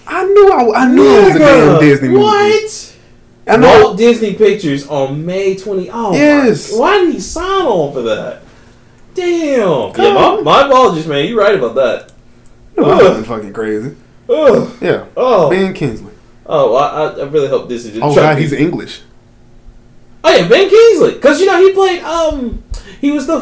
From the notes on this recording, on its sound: Sorry about the audio again we are really trying to fix it.